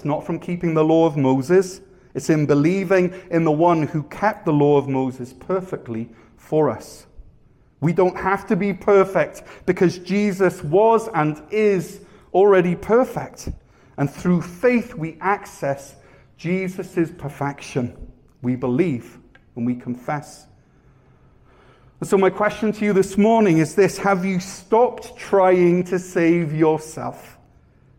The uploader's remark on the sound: Weekly live worship service from Cornerstone Church, North Gower (Ontario)